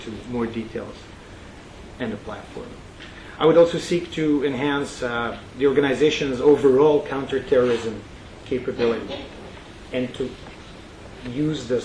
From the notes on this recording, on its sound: This is a recording of a talk given at the Royal United Services Institute on 21 April 2016